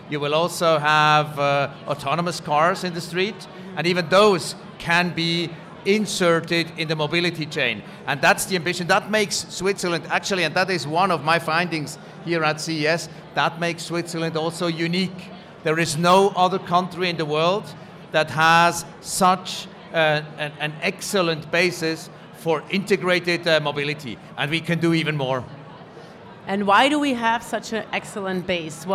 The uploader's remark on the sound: Recorded LIVE From CES. 30 Swiss startups presented their innovations at the Swiss Tech Pavilion presented by PRS, Switzerland Global Enterprise, digitalswitzerland and swissnex at the world’s leading global tech conference. Recorded LIVE during the conference.